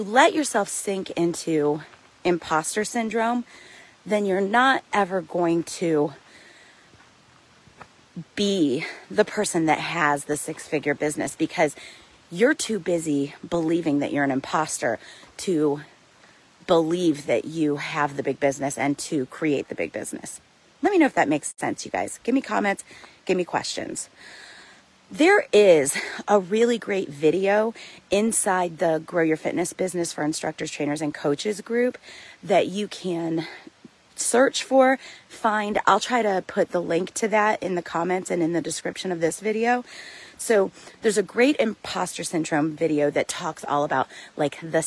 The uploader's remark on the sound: The audio on this might be a little grainy, and you might hear me get a little out of breath at times, because I literally recorded it while on a hike in the mountains.